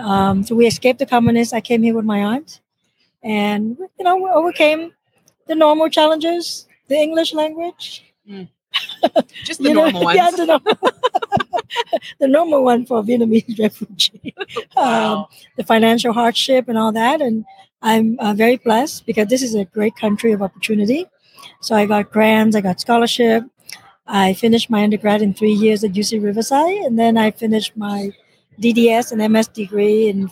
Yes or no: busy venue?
yes